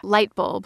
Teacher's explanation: Like you notice that the L sound returns twice, or that the B is this strange kind of acoustic burst